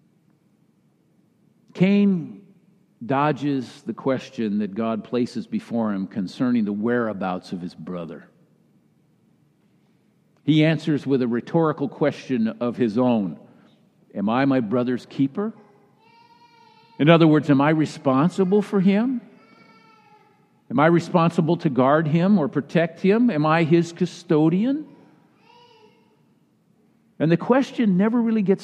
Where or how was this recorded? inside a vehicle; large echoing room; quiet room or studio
large echoing room